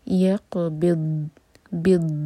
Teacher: اگر ہم سر پہ ہاتھ رکھیں تو وائبریشنز فیل ہونی چاہیے، تب دوت کا مغز صحیح نکلتا ہے. یہ یقبض، دوت ٹھیک سے ٹچ کر کے دوت ساکن پر استطالہ کیا جاتا ہے. تو تھوڑا سا ٹائم دینا ہے تاکہ دوت کا مخرج ادا ہو جائے.